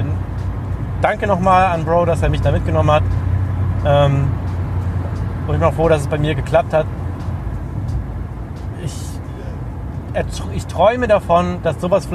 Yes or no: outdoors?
yes